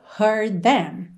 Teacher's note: Heard them. Você não chega a fazer o D, língua no céu da boca.